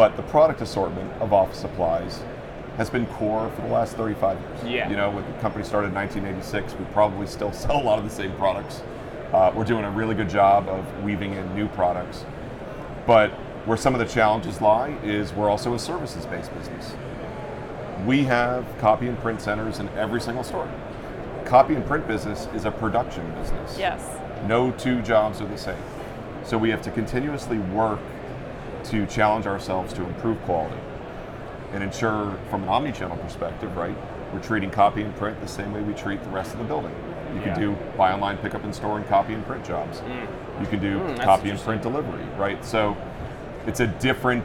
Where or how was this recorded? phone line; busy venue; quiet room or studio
busy venue